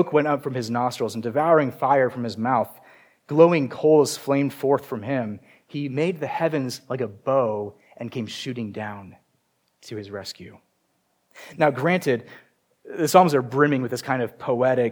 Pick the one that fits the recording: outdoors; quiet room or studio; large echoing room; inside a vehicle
large echoing room